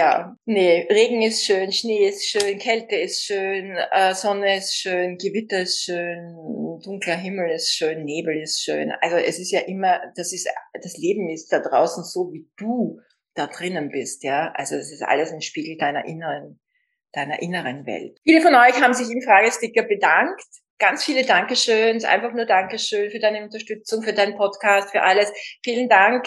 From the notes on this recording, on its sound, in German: Ein Insta Live aus Kalifornien!